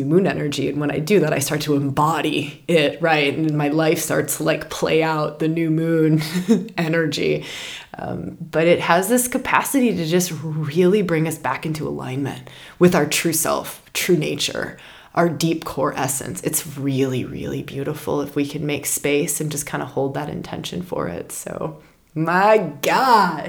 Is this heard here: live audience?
no